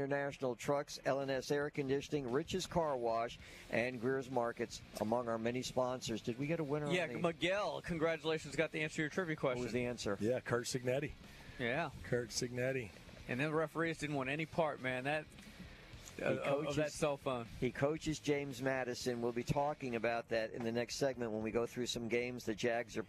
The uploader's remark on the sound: High School Gameday at St. Michael. LIVE at SMCHS!